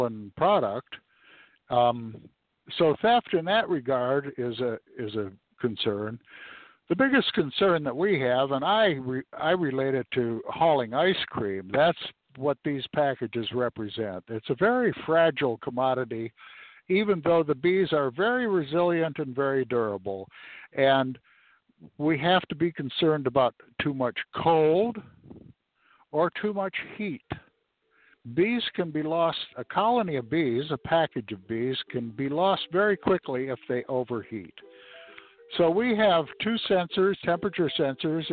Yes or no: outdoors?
yes